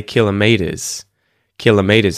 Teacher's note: the secondary stress would be on the first syllable, kilometers. And the primary stress would be on the third one, meters.